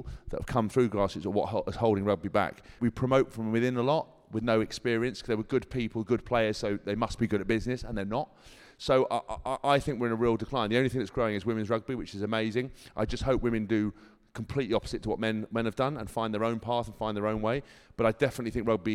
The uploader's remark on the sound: World Cup Final preview live. Recorded in front of a live audience at Samsung King’s Cross.